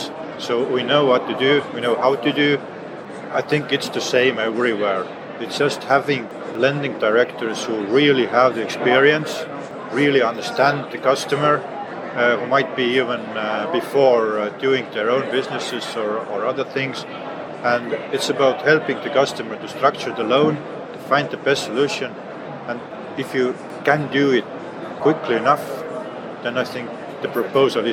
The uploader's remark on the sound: at the Money 2020 conference and exhibition